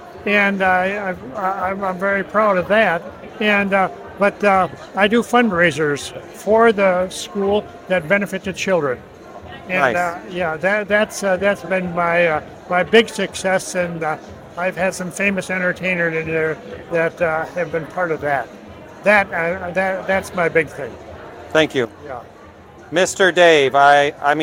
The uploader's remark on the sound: from outside the ISSA Show North America 2023 trade show floor